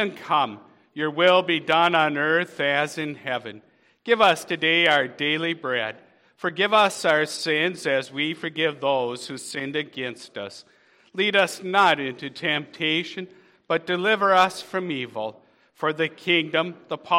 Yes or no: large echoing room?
yes